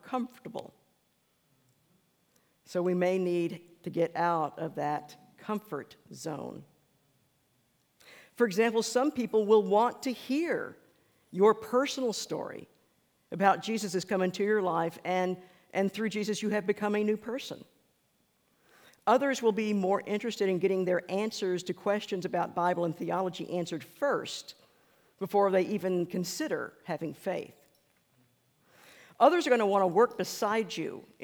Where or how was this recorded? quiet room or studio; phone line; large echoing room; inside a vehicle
large echoing room